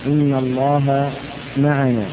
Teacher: فإن لام الاسم الأحسن تقدمتها هنا فتحة فكان حقها التفخيم